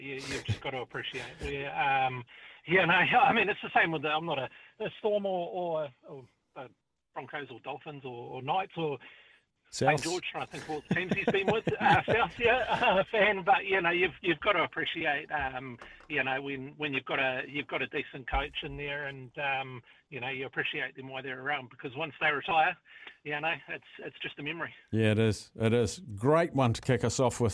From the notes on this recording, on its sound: hits the phone lines to start the show